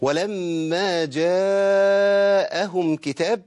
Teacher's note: يعني اتصلت الهمزة وحرف المد في كلمة واحدة، وده يسمى مد متصل واجب، أي واجب المد أربع حركات أو أكثر